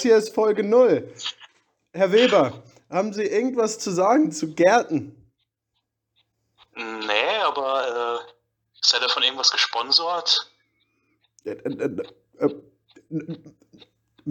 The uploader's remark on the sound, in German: Die Audio in dieser Folge ist leider relativ schlecht.